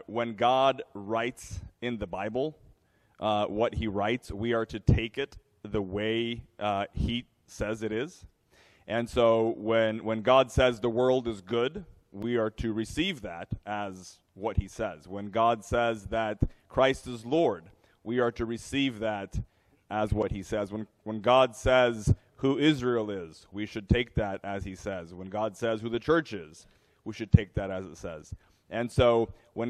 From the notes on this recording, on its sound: A Q&A forum for us with a live audience after an all church potluck at Trinity Evangel Church.